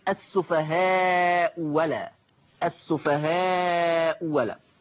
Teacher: فالهمزة الأولى مضمومة والثانية مفتوحة فتصير السفهاء ولا